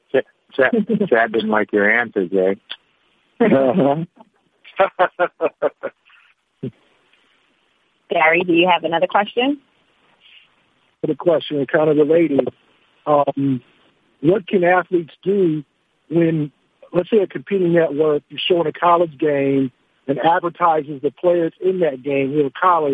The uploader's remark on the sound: NBA On Christmas Conference Call